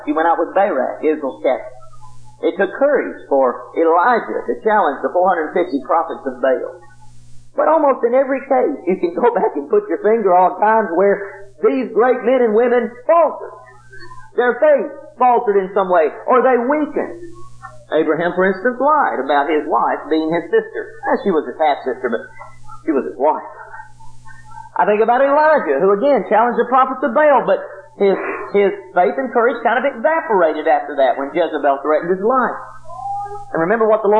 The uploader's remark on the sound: preached this lesson at the Helton Drive congregation in 1997